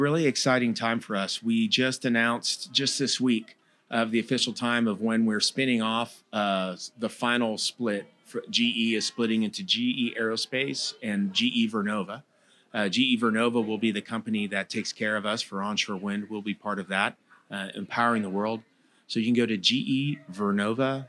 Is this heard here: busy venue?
yes